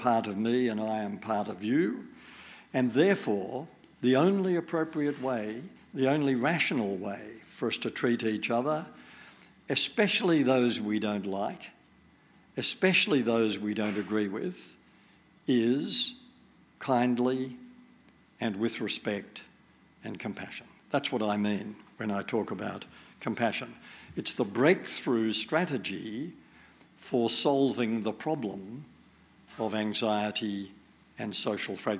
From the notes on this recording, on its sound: In this live event run by our friends at The School of Life